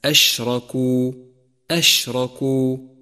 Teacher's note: لاحظ صفة التفشي لحرف الشين في كلمة أشركوا، أشركوا، فهي صفة قوة لهذا الحرف، والشين هو الحرف الوحيد لصفة التفشي.